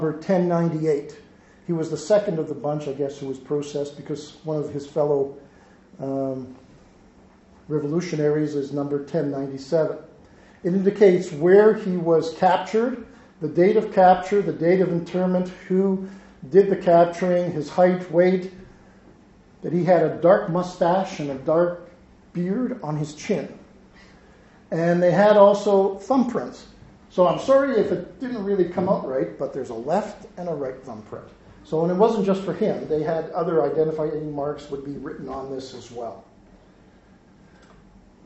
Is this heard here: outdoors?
no